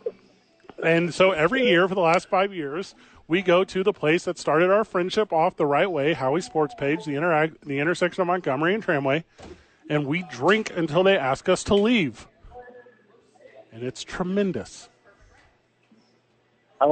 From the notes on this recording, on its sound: live from AXE ABQ